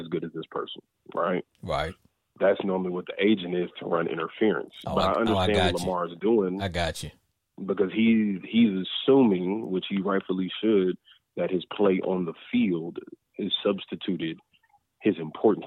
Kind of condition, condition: link, phone line